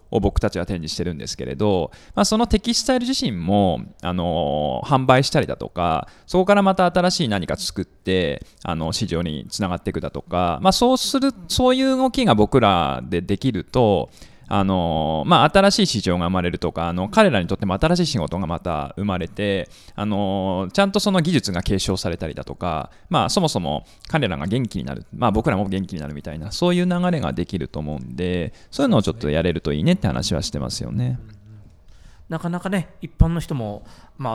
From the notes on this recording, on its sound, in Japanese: 麻布台ヒルズの大垣書店で出前収録。大垣書店の麻布台ヒルズ店で「KYOTO ITO ITO Exploring Tango Threads―理想の糸を求めて（以下KYOTO ITO ITOと略）」展を開催中。